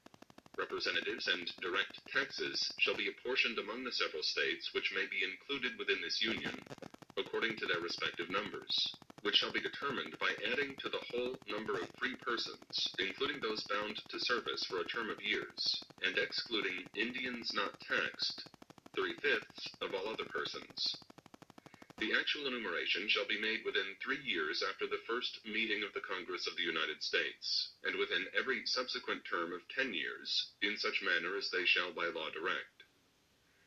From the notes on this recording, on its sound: I am sorry for the sound quality, first episode I guess.